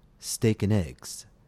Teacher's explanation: This is an example of a reduced form. The vowel A in and is reduced to U or I. Either reduction is correct. In addition, the consonant D disappears.